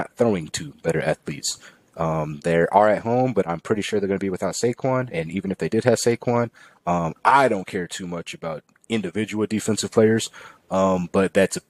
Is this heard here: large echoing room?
no